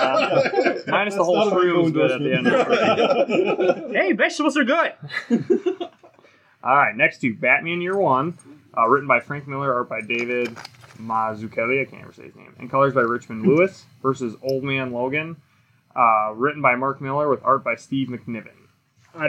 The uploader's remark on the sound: We are live in Rainbow Comics. Once again apologizes for the audio.